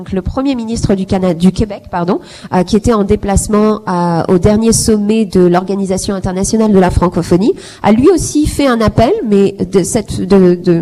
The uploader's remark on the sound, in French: En direct depuis le Forum des femmes entrepreneurs canadiennes-africaines (CAWEF) est une conférence annuelle, lancée par l'Association marocaine de Toronto.